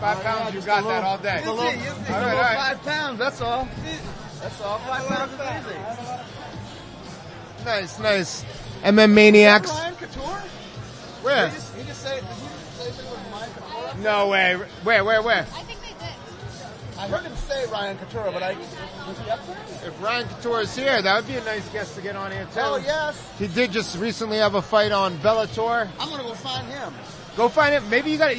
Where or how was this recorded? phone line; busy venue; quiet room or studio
busy venue